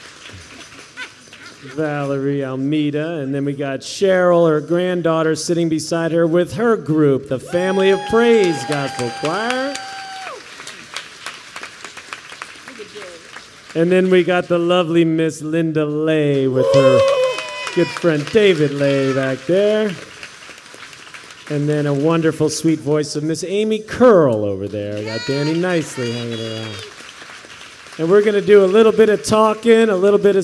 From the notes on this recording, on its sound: Workshop Richmond Folk Festival (2014).